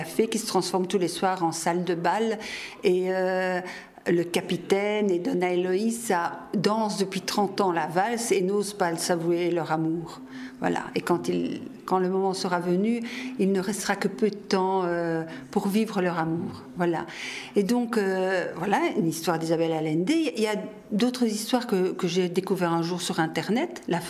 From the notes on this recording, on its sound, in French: lors du 22ème Festival interculturel du conte de Chiny